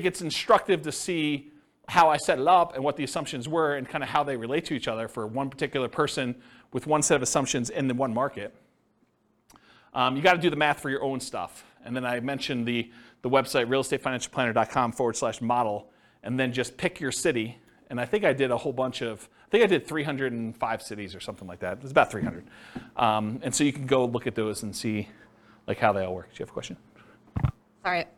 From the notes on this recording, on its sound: This was a live class recorded